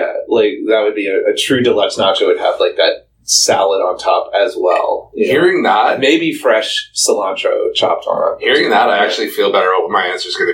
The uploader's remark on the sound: with apologies for sound quality issues...